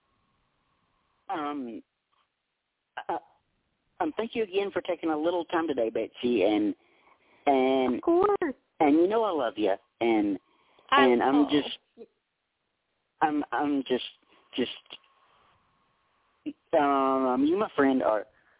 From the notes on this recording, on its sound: we're opening the phone lines for one hour